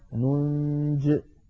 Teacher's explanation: لو وقفنا عليها نقف بحذف الياء كما رسمت لأنها كتبت كذلك على نية الوصل ننجي المؤمنين.